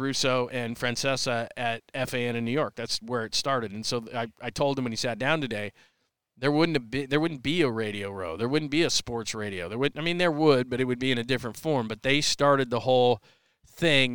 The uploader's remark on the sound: Unleashed Live chat from Super Bowl 57 In Phoenix! Live chat from Super Bowl 57 in Arizona!